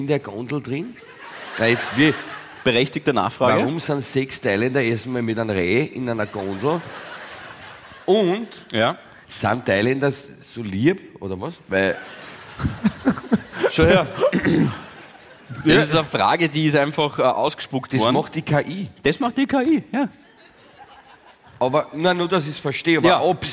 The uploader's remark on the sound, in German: LIVE-Aufzeichnung vom 27.01.2024 aus dem GLOBE Wien